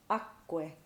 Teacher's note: So really all it does is double the K sound.